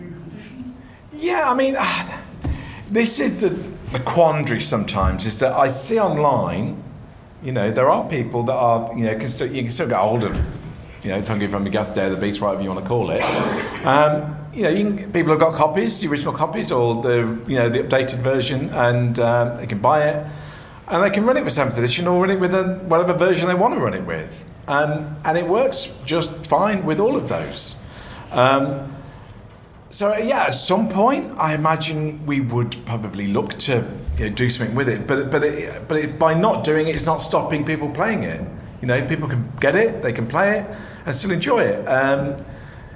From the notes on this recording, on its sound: Special: Call of Cthulhu 40th Anniversary Panel at Dragonmeet 2021. We’re back with another special live episode!